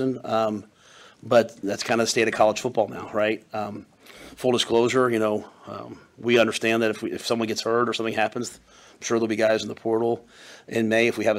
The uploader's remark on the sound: February Signing Day Press Conference.